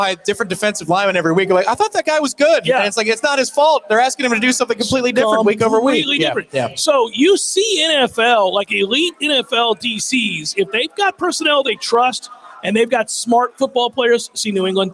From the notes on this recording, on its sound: LIVE from the Harry Buffalo in Orlando!